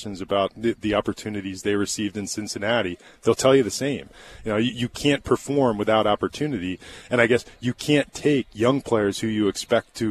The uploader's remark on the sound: live from spring training